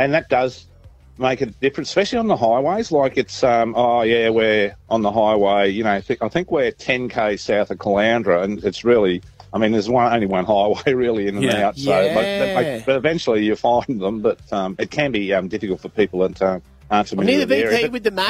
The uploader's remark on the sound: LIVE From our Camp out! YO WE CAMPING Y'ALL.